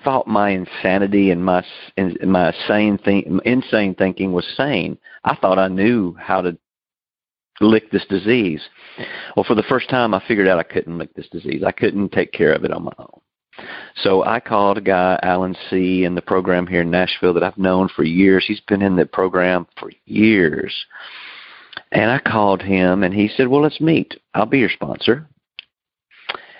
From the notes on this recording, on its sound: Noon Phone Speaker Meeting